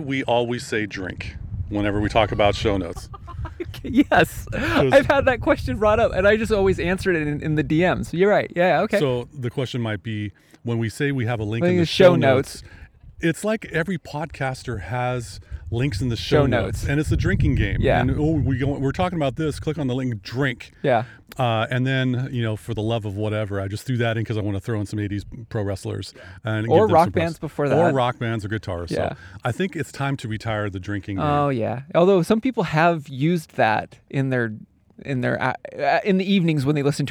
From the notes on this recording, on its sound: Recorded from the Oyster Dome. We recorded live from the top of the Whatcom famous Oyster Dome.